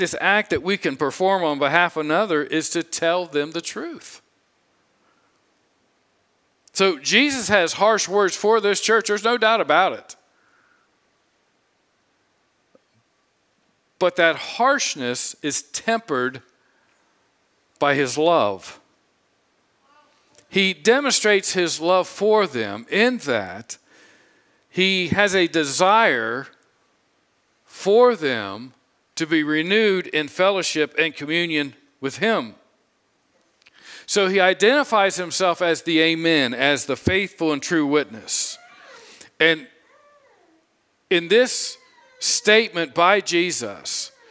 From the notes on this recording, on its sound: preached this sermon on Sunday, July 24, 2022 from the pulpit of Grace Community Church in Berea, KY